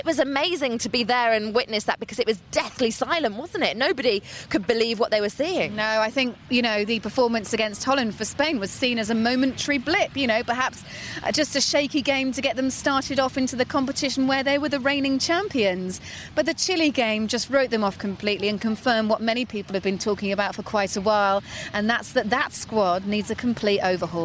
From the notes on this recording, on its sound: Recorded from Copacabana beach, Rio